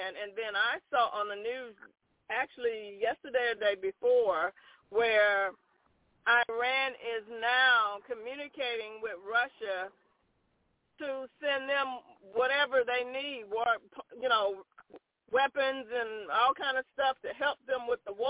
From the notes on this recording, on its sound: TNTSuperfantastic Conference Call